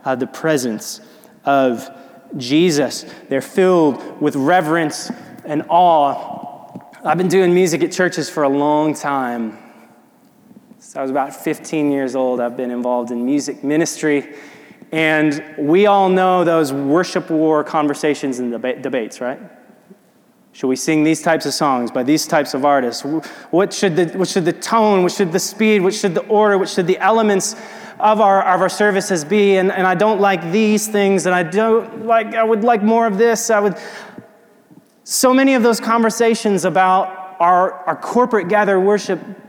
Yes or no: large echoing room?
yes